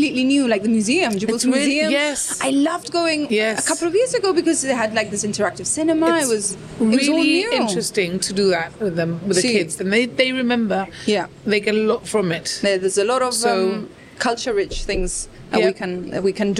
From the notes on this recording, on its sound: The recording was on the patio of The Eatalian which explains the traffic noise!